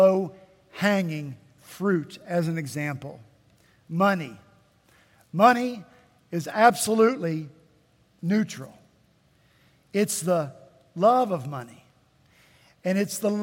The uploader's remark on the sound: At Redeemer Presbyterian Church in Charleston, SC